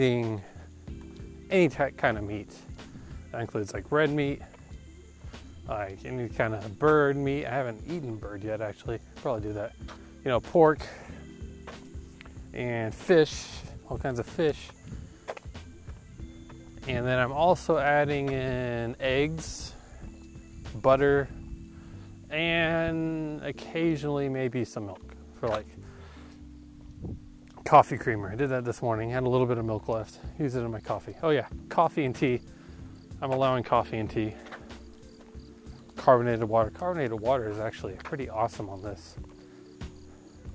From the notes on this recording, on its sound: sorry about the poor audio quality this episode, it was a little windy